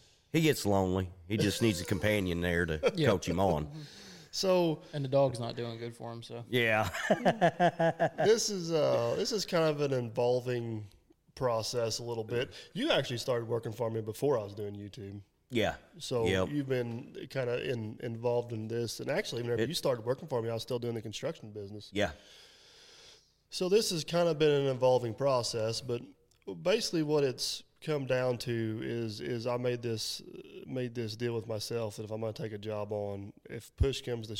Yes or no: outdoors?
no